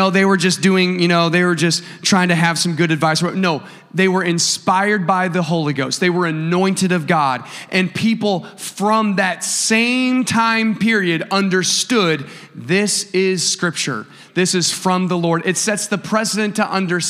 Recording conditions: large echoing room